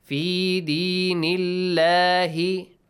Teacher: if you have a kasra sound before the word Allah the letter lam in the word Allah is pronounced lightly right with an a sound fi dinillahi in the previous example we had Nasrullahi Lam was pronounced with an A sound.